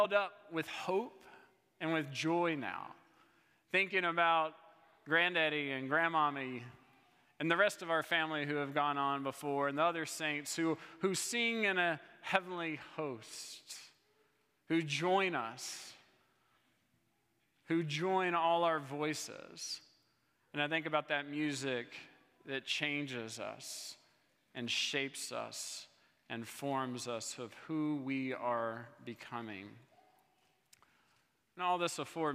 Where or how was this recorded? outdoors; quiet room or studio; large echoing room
large echoing room